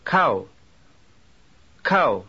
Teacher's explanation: Observe that the A and the W glide are about equally loud, but the W glide is longer. · Term: diphthong